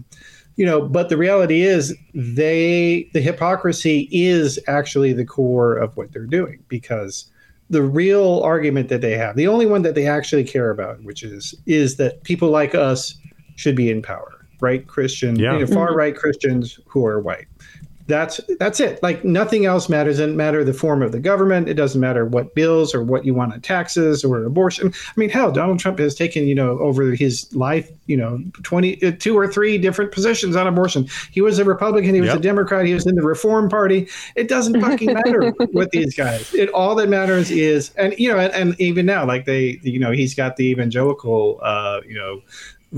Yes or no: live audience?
no